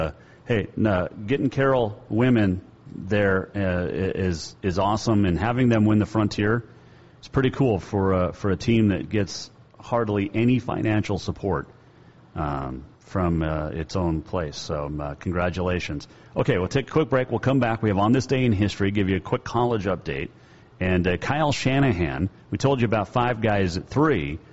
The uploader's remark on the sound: we were live at Green Meadow Country Club